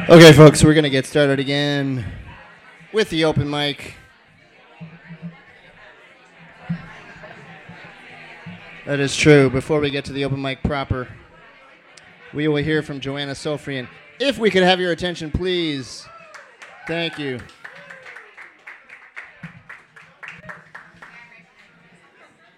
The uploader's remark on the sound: Brooklyn Poets Yawp open mic